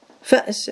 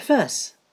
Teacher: فأس عندي همزة ساكنة وسبقت بإيش؟ بفتحة، فيجوز قلبها ألفا فتصبح فاس · Shown in: second take